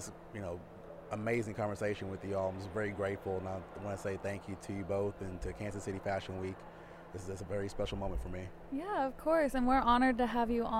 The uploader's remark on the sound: We are recording at KC Fashion Week